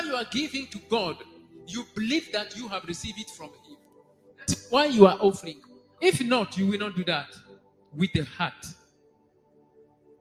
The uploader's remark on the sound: SUNDAY LIVE SERVICE